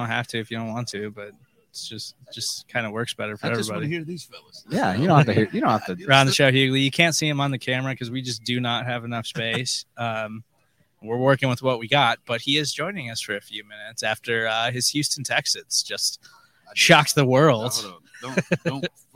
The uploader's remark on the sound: Live from the NFL Draft in Kansas City. We covered the entire first night of the NFL Draft from start to finish.